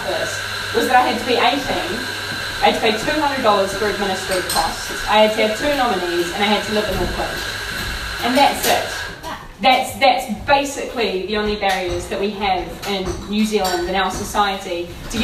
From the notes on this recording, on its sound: We caught up with her down there. Excuse the background noise. There’s also a clip of her talk at Article at the end of this episode.